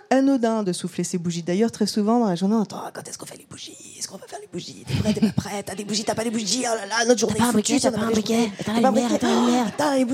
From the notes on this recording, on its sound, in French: Ce nouvel épisode a été enregistré en live lors du 2ème anniversaire de mūsae organisé au Pavillon des Canaux, en collaboration avec Lush.